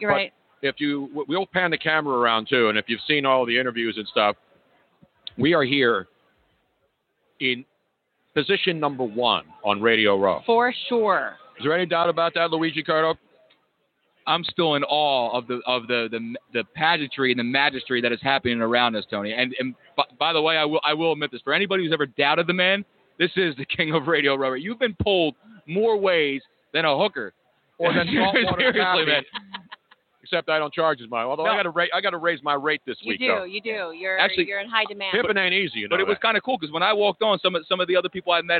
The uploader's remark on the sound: Live From Super Bowl Radio Row Day One